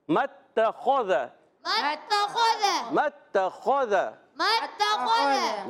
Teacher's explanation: اس میں تمام حروف باریک ہیں سوائے خوا کے خوا کو موٹا رکھنا ہے کیونکہ خوا جو ہے عرف مستعلیہ میں سے متخذ متخذ متخذ